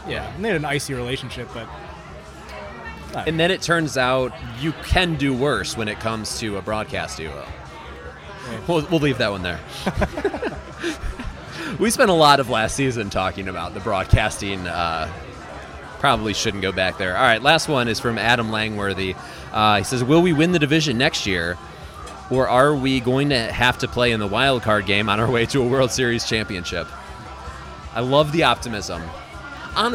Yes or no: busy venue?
yes